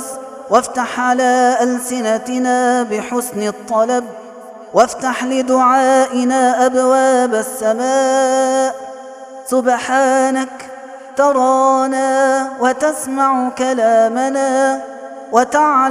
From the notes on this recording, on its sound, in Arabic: هذا التسجيل من صلاة التراويح